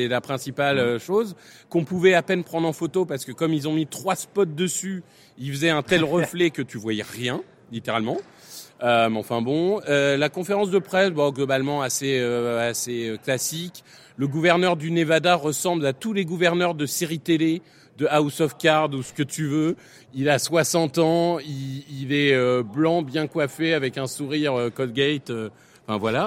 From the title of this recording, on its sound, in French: Live au Super Bowl LVIII